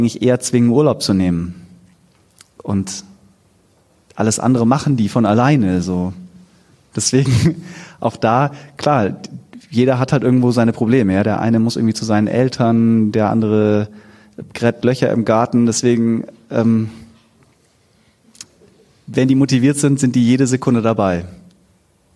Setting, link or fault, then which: setting, live audience